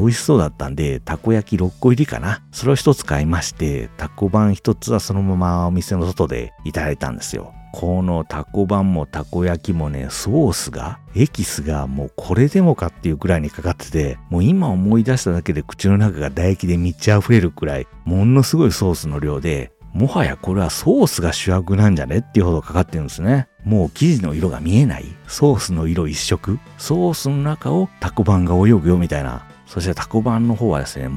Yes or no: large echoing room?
no